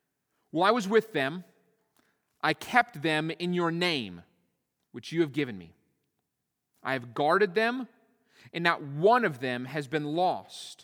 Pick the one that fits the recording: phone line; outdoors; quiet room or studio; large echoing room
large echoing room